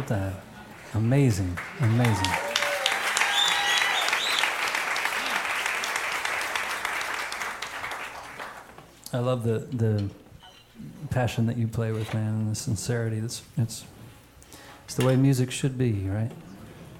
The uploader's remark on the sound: Live in Concert. Recorded on a perfect summer night in Alpharetta, Georgia.